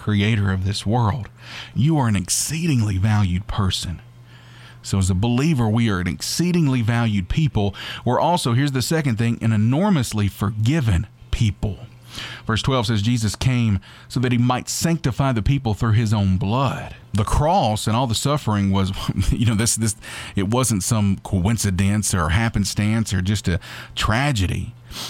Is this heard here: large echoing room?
no